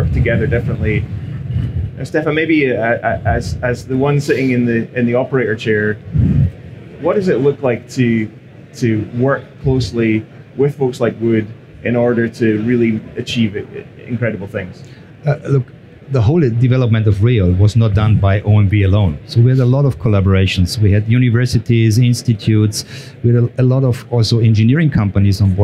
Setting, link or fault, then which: setting, busy venue